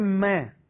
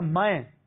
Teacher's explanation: اور جو دوسرا میں ہے وہ می کے معنی میں ہے، میں، اس کو میں نہیں پڑھیں گے، بلکہ اس میں کے میم کو تھوڑا سا زبر کی طرف راغب کر کے پڑھا جائے گا · Shown in: second take · میں، میں نہیں ہوگا، میں اندر کے معنی میں ہوتا ہے، یہ ہے میں.